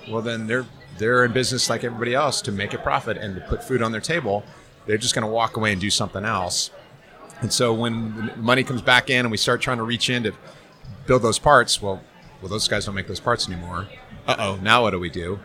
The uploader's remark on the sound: Live from Tailhook 2019